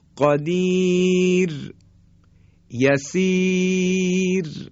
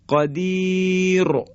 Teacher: و اما زمانی که را ساکن قبلش یا مدی یا صدای کشیده یا قرار میگیره، مانند قدیر یسیر، را ساکن قبلش یا مدی اومده، صدای کشیده اومده، پس بنابراین باز هم ترقیق میشه · Shown in: first take